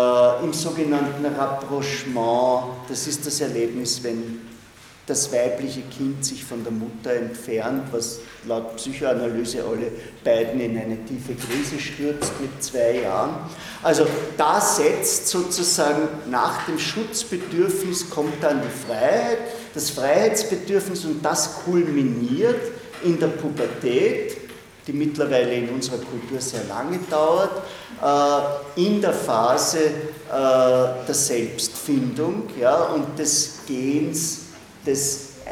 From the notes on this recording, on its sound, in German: Diese Vorlesung wurde von Studierenden aufgenommen